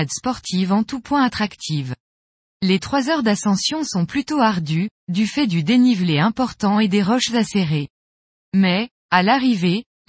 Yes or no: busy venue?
no